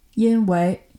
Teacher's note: So I hear that the wei is second tone.